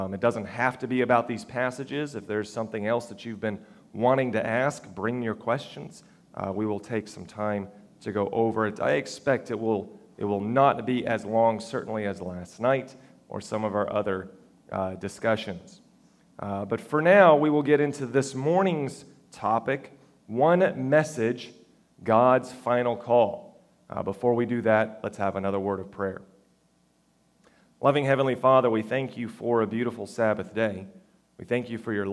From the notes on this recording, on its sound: Recorded October 1, 2022, at the Ringgold Seventh-day Adventist Church.